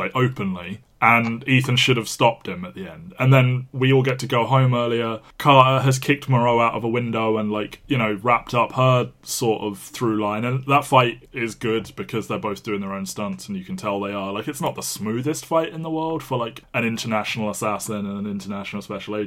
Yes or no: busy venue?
no